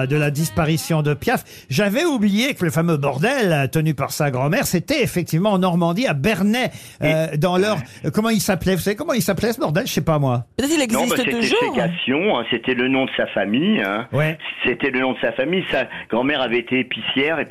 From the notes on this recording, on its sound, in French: au téléphone des Grosses Têtes